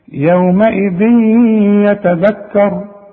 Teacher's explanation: يبقى انا حدغم وكأن الياء مشددة · Term: ادغام